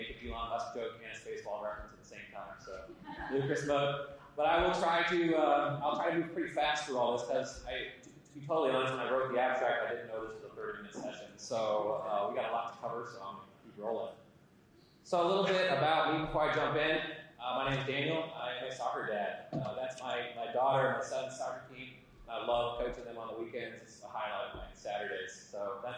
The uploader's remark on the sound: Audience Q&A